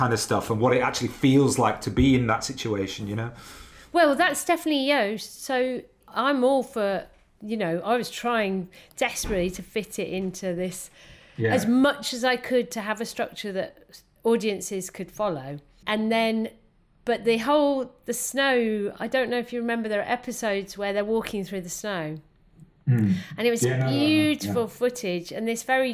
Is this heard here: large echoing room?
no